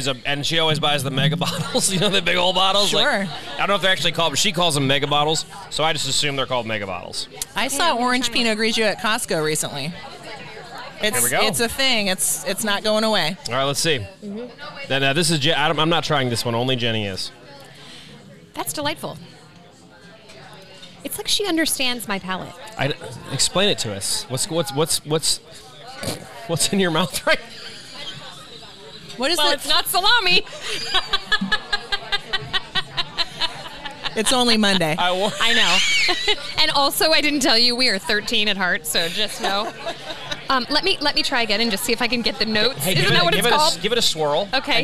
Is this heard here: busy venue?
yes